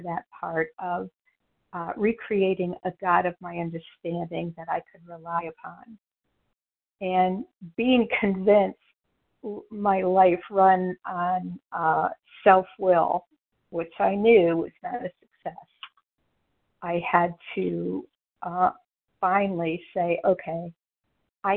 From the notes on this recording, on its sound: From the 100 Pounders Phone Meeting.